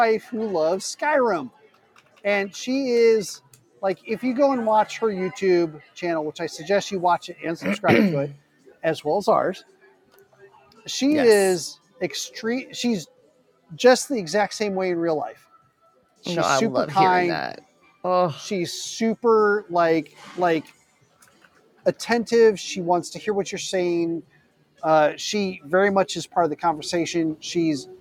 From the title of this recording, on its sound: Live from PAX EAST 2022